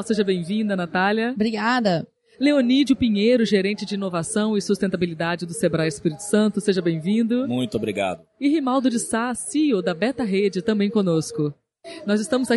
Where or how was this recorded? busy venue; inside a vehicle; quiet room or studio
busy venue